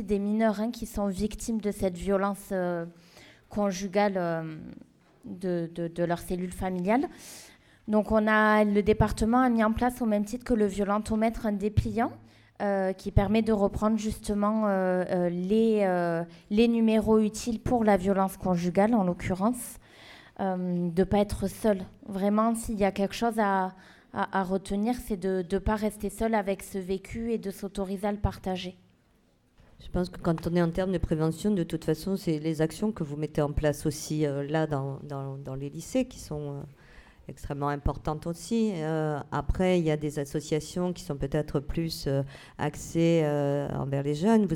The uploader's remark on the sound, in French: Des extraits de l'émission de débat et d'échanges autour des violences faites aux femmes, avec le public lycéen.